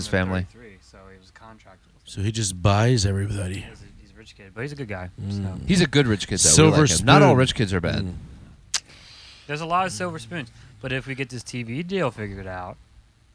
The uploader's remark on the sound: A special recording from the camper at Martinsville.